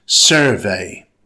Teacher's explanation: First, survey, the noun. It has two syllables. Stress the first syllable. It's pronounced survey.